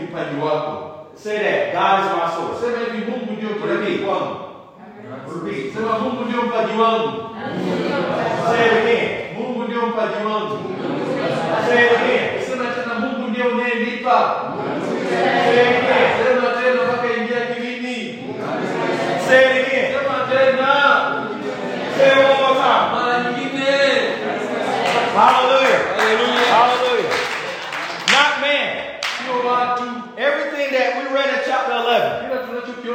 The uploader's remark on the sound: Preached at a local church in Tanzania.